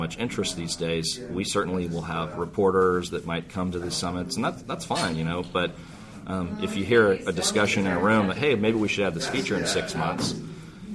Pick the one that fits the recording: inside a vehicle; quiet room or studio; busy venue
busy venue